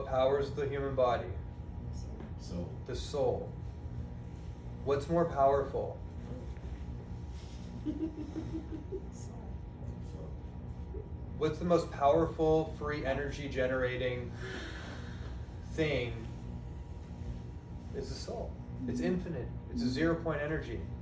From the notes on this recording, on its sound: This was a recording of a live presentation. To a dynamic audience in Austin, TX in 2021 at his house while he was living there.